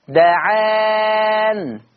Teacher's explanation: فلما يقف ورش على دعان هيقف بسكون النون